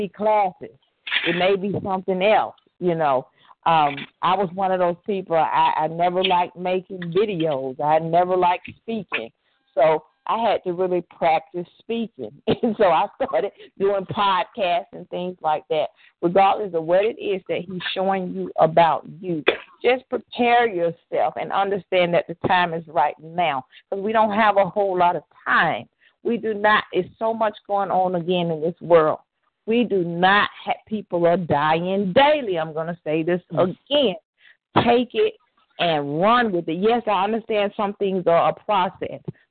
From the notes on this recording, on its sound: CWBN Annual 4th Teleconference.